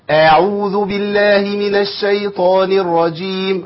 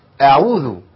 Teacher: ده جبت ألف بعد الهمزة · Shown in: first take